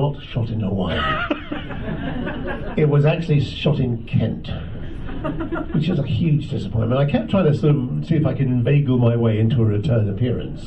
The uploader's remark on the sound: recorded at the Science of the Timelords Convention held at the National Space Centre in Leicester in 2016